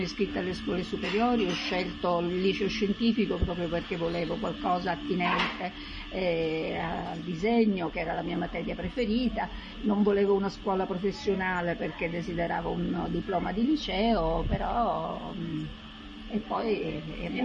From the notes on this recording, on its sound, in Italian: Nonostante i rumori di sottofondo.